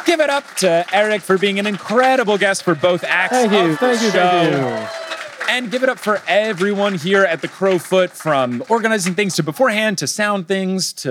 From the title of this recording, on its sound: LIVE in Detroit!